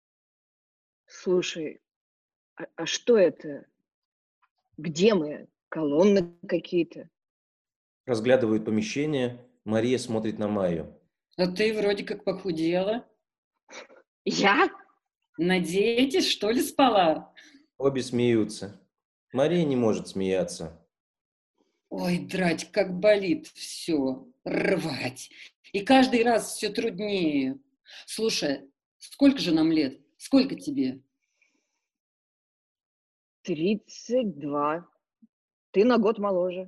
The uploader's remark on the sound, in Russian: Читка состоялась в формате zoomconference 4 и 6 мая 2020 года. Запись онлайн читки пьесы. Читка состоялась в формате zoomconference 4 и 6 мая 2020 года.